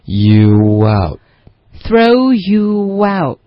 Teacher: you 跟 out 之间呢，会有一个很轻的一个微妙的一个窝的音